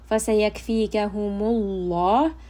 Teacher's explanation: Allah in this case is going to be heavy because the letter before has dhamma.